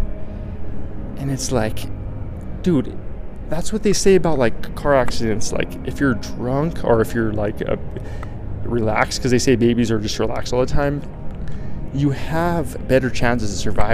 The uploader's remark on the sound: LIVE from Resorts World